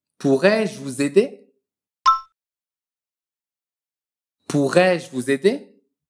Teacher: N'oublie pas la liaison entre le S de vous et le verbe aider.